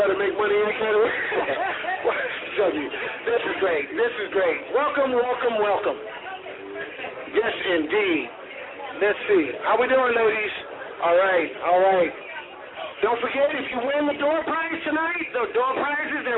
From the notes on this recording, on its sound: LIve from the "Prison Blues" Red Carpet Premiere. Live audio from the Red Carpet at Arrivals.